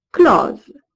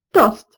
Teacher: tous ces mots se prononcent aujourd'hui avec un O fermé, du moins en français standard